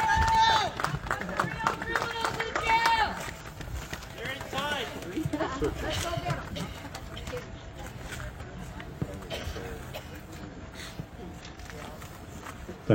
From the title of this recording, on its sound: Press Conference at the Alberta Legislature